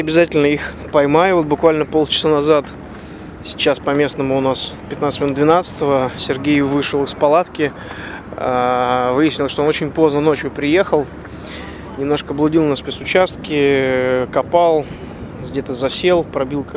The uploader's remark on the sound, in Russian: Выпуск записан во время дня отдыха в Марокко на бивуаке около города Дахла.